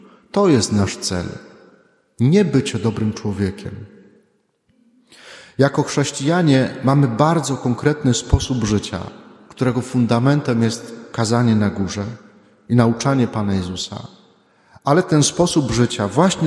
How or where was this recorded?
large echoing room